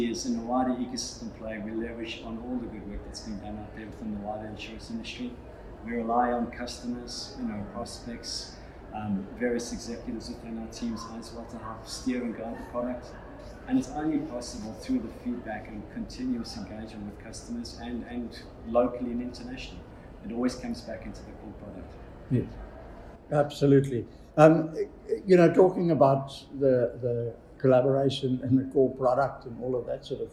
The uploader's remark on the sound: at the #AIE2023 conference